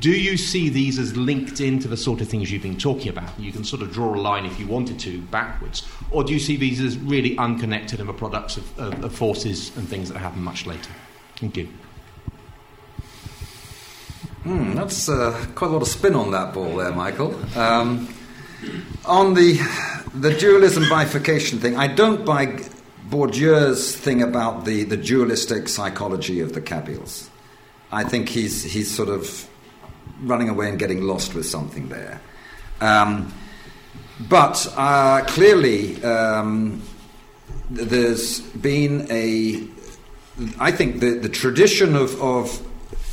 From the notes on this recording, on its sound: In this lecture and book launch